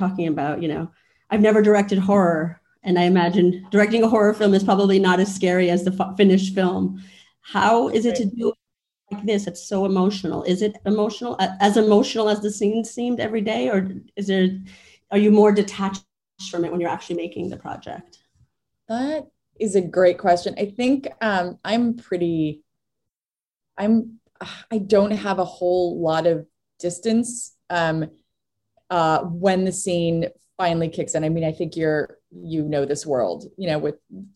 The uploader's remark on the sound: virtual Q&A